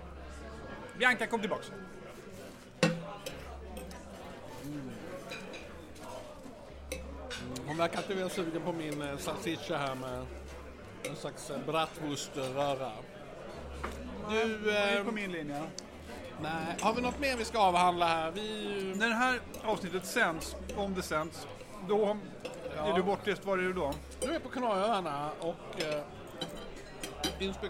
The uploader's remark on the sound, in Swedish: Den enda podcasten som spelas in “live” på Riche.